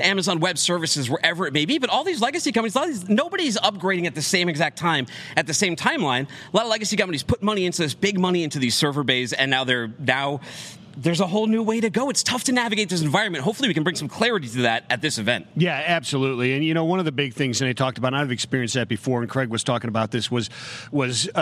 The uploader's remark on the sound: LIVE from Carrier Summit